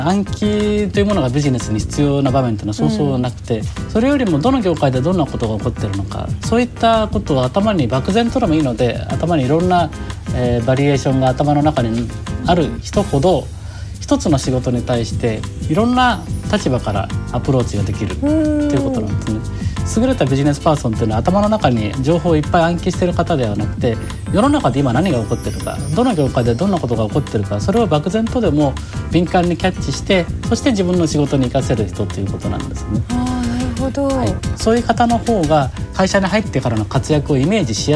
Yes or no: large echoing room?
no